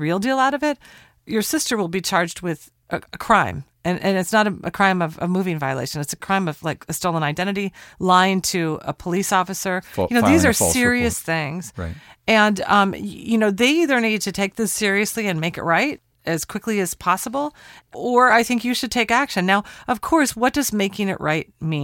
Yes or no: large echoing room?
no